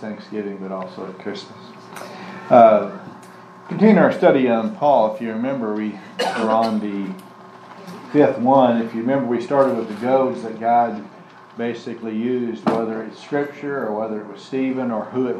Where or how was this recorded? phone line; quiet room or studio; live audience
live audience